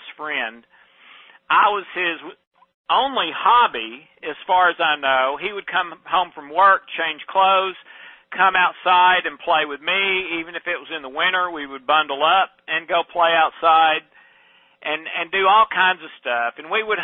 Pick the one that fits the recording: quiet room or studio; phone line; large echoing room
phone line